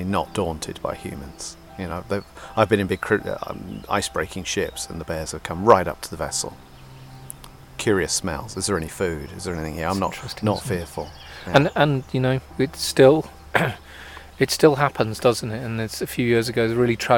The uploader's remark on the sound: recordings from in the field in Asturias, northern Spain, amidst the mountains, screes, meadows and forests of biologically-rich Somiedo Natural Park